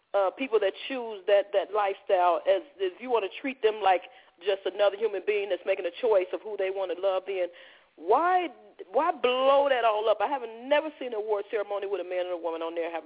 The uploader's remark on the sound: Opens Up The Phone Lines